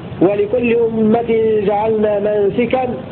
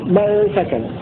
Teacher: والموضع الثاني لكل أمة جعلنا منسكا بكسر السين في الموضعين لحمزة والكسائي. ويقرأ الباقون بفتح السين منسكا كما نقرأ لحفص.